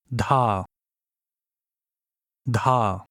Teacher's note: The first letter is another Hindi D, but this one is pronounced with a very noticeable breath